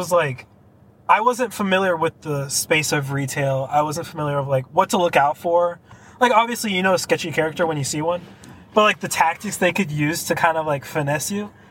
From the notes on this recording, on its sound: Our first lifestyle carcast of 2023